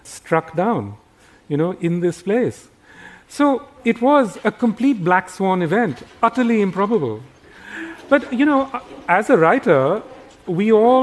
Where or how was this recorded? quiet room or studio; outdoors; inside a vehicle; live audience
live audience